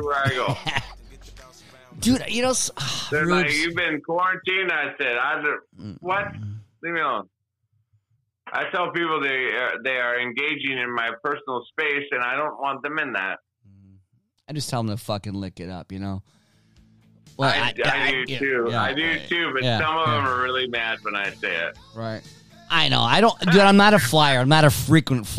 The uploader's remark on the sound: Seat #2 virtually. Cricket phone connections.